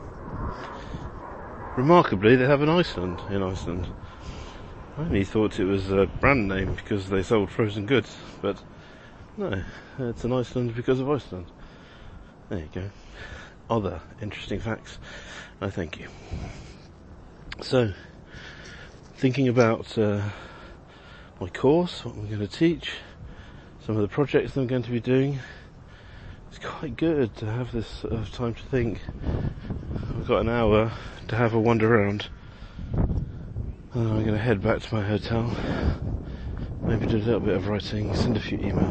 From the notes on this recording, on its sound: Walking around Keflavik. Often recorded on the move as I'm traveling.